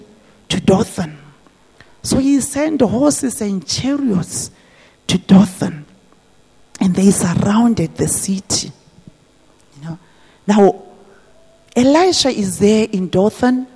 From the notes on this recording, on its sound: This message was preached at GTCFC City Campus.